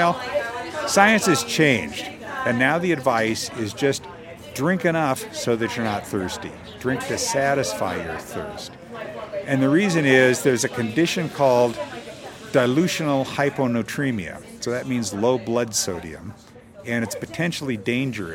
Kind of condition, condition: setting, outdoors